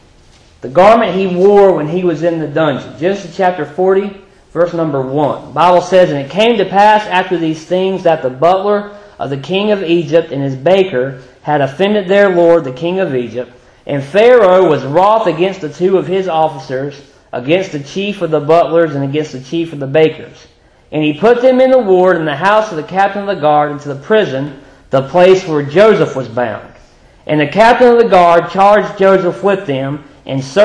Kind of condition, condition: setting, large echoing room